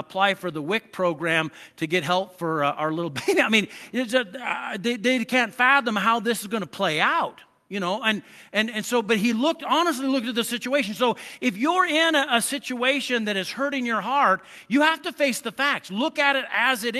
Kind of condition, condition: setting, large echoing room